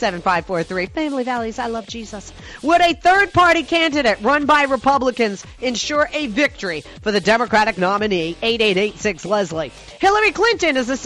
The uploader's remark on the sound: joined by callers